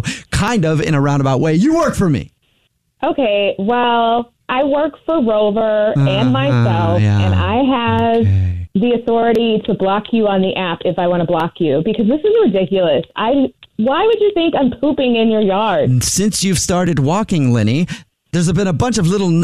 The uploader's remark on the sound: phone prank